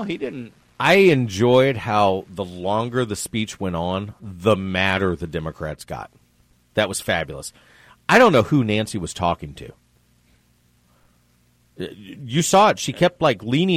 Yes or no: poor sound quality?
no